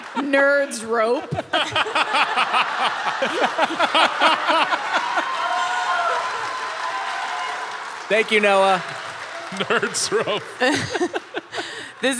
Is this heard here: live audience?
yes